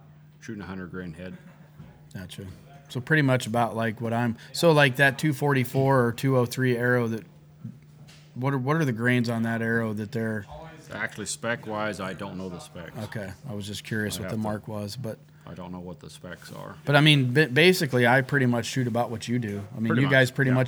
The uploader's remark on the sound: live at Miller's Gun and Supply in Sugarcreek, OH.